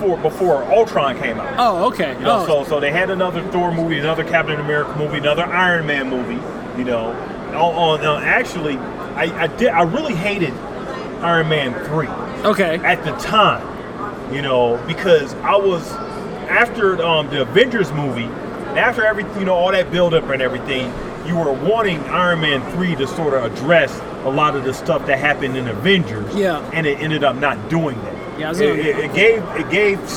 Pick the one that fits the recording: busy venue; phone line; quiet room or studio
busy venue